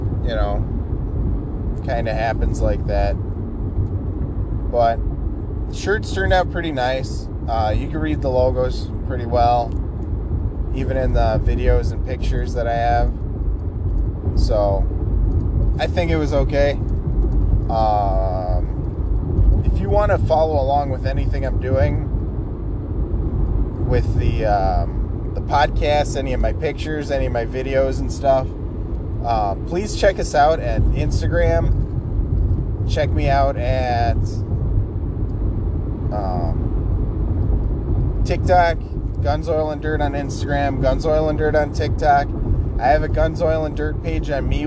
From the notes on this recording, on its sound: My headset is no longer working so I recorded off my phone on my drive to work. Sorry about the background noise.